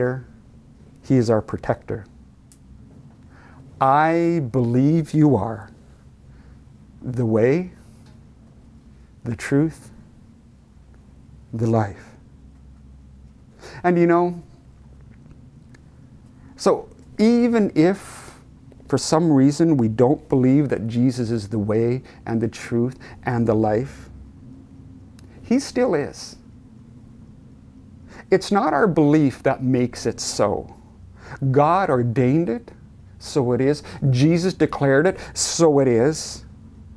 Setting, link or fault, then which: setting, large echoing room